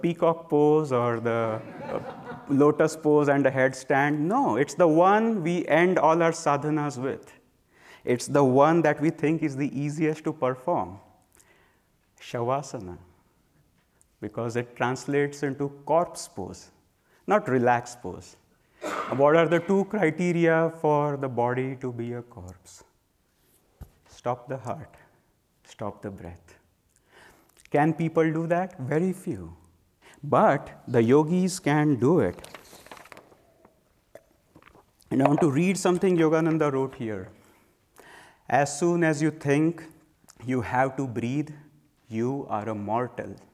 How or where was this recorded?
live audience